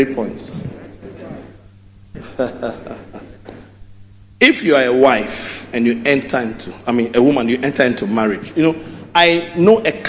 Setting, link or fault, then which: setting, large echoing room